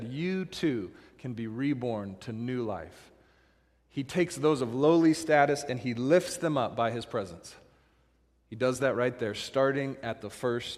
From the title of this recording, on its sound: Christmas Eve Service - Audio